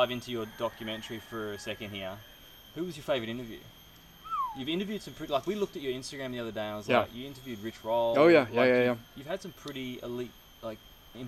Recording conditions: sounds in the background